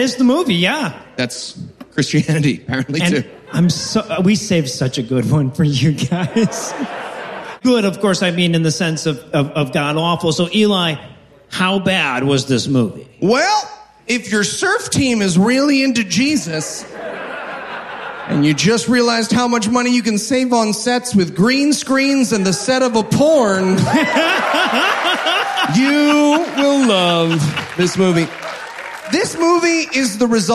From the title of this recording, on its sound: Live from Toronto